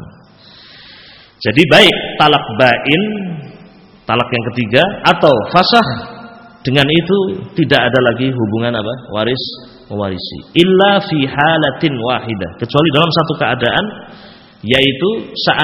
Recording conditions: large echoing room